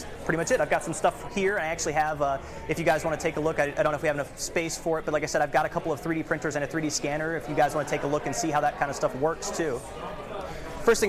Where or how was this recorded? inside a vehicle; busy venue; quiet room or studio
busy venue